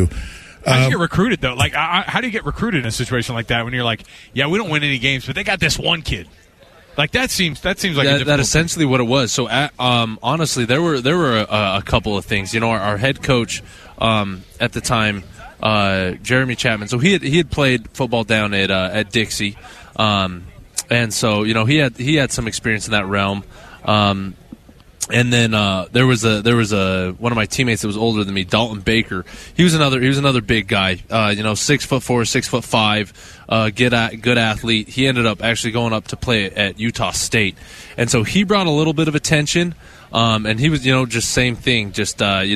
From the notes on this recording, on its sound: live from Big 12 media days.